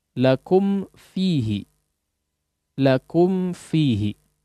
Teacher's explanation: Yaitu huruf mim sukun bertemu dengan fa. Jangan jadi ikhfa. Di sini izhar. · Term: izhar syafawi